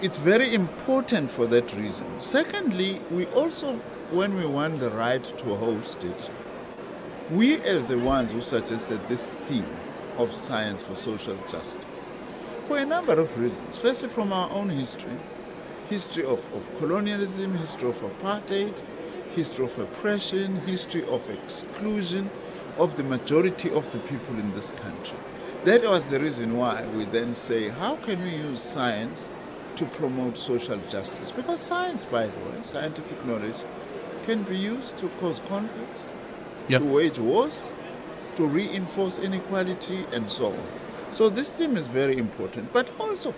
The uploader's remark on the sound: We continue our broadcast live from the World Science Forum at the Cape Town International Convention Centre. Stakeholders in the science field from companies to universities and government departments are gathering here.